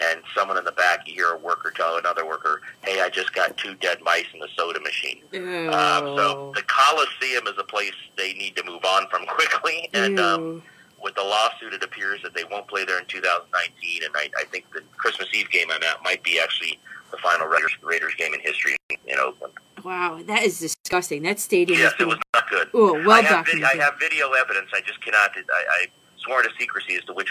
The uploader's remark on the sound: Video simulcast RIGHT NOW on Periscope. Live call-ins.